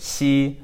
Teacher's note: it's kind of like a hiss and is between SH and S